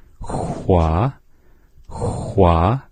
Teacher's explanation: same as h, but rounded lips